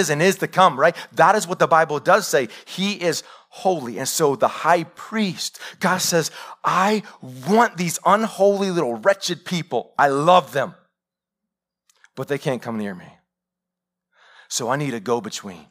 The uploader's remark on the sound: Live sermon recorded 21-Mar-2021 .